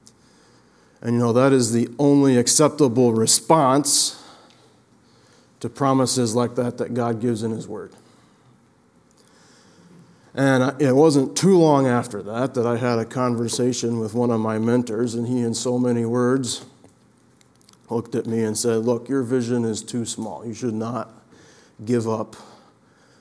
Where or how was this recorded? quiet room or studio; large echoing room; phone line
large echoing room